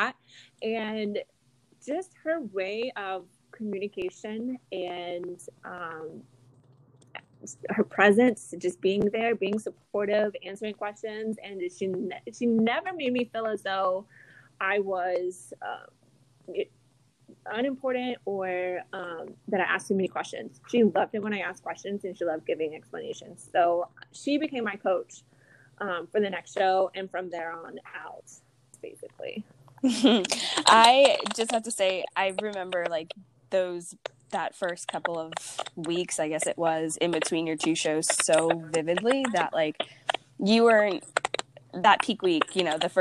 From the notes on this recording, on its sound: audio on this episode is a little wonky